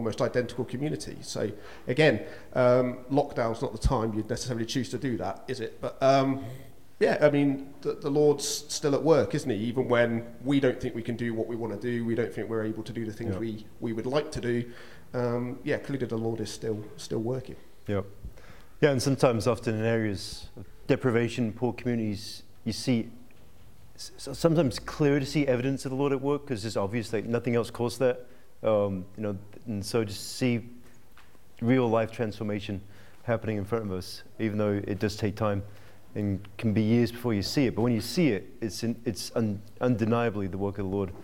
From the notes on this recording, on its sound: This weeks podcast was recorded at the 2022 Medhurst Ministries Weekender and features a Q&A Session.